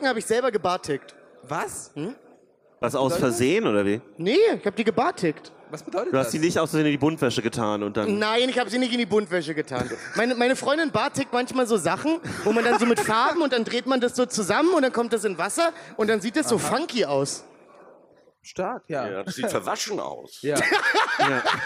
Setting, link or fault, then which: setting, busy venue